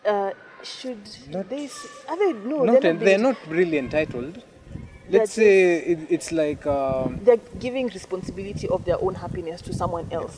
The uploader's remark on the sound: Sorry for the wind we tried to manage it this was the best we got out of it.